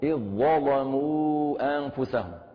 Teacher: نبدل الذال ضاء ونضغم الضاء في الضاء، فيصير عندنا إدغام مثلين، إذ ظلموا أنفسهم.